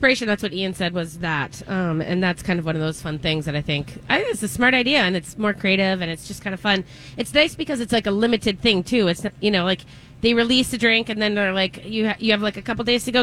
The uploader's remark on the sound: live at Surdyk's!